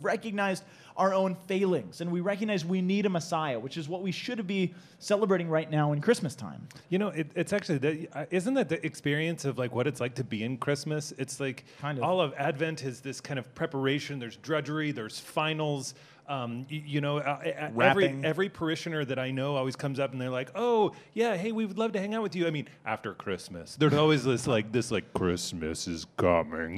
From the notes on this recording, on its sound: Live from SEEK 2019.